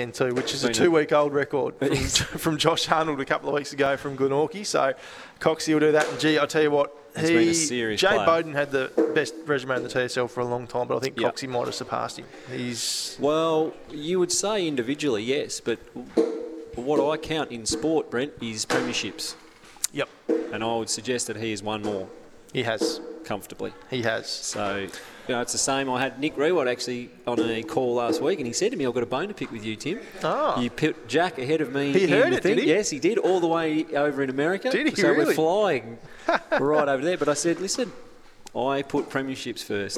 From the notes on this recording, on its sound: live from Hobart Kia